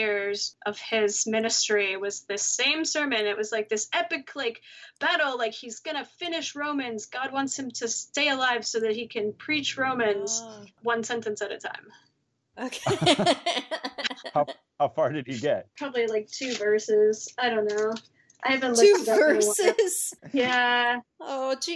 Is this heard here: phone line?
no